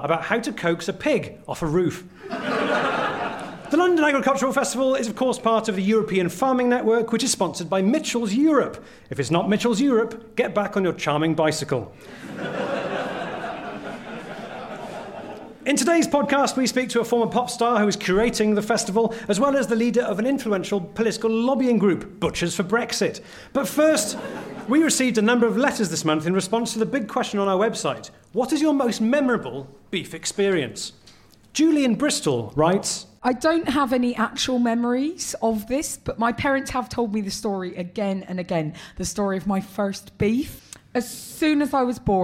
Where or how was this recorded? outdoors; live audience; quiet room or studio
live audience